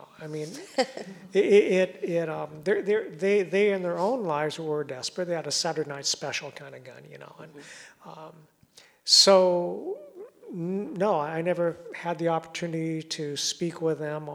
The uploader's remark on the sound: in a discussion at Town Hall Seattle on May 18